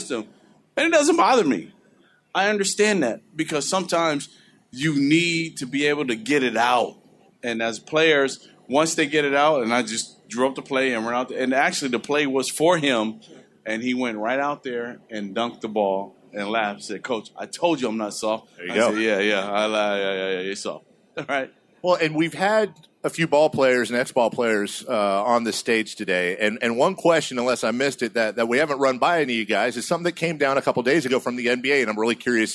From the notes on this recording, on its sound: Live At Sports Fest.